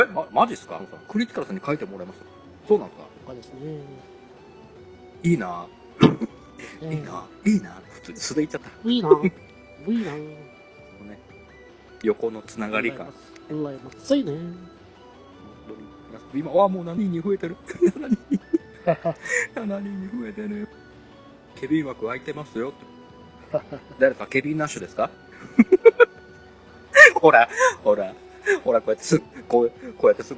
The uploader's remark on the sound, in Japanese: 復活のツイキャスです。諸都合で外での収録だったため、車の通る音なども聞こえますがご容赦ください。